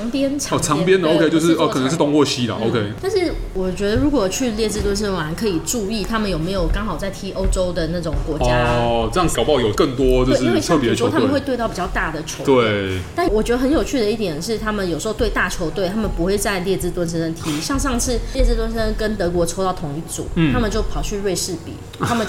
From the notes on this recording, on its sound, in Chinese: 本集白噪音指數：蚊風級 1/5。本集開場前 1 分鐘是按下錄音鍵前的無剪輯片段。錄音地點： Leisure Cafe。